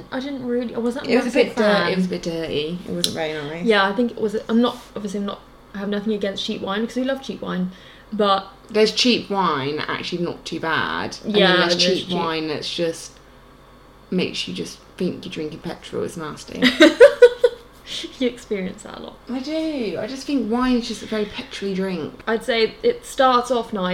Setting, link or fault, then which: fault, sounds in the background